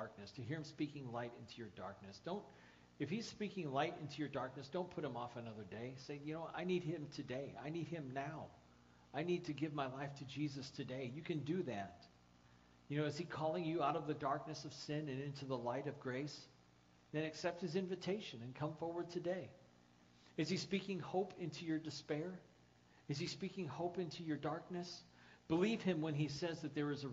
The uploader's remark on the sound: The audio file of the sermon from January 12, 2014.